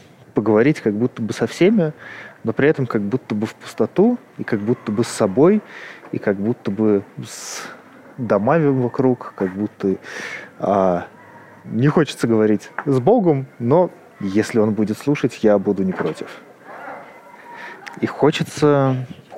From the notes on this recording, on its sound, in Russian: Вечер, двор. В первой записи гуляю по ереванскому двору.